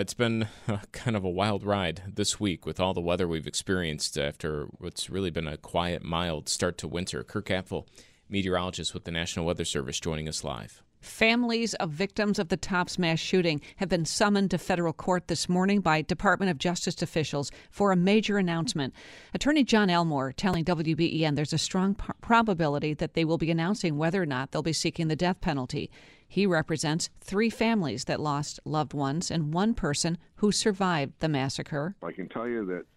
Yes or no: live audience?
no